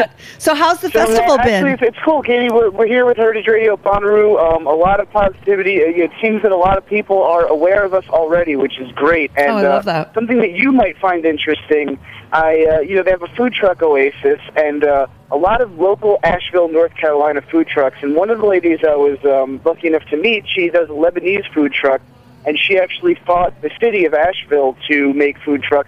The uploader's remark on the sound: calls in with a report live from Bonnaroo